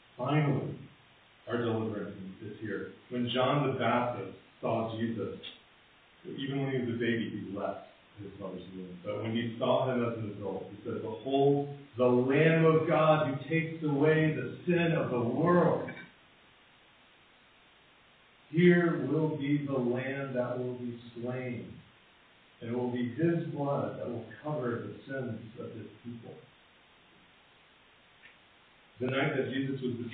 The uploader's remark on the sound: Apologies for the poor audio quality.